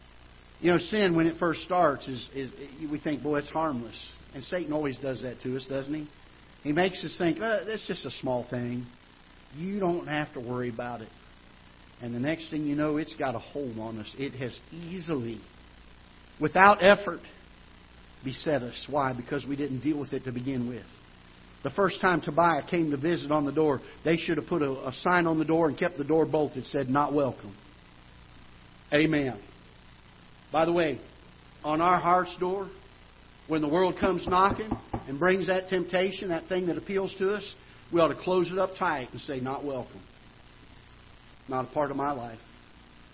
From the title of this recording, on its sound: Ketha Heights Baptist Church ~ Live Broadcast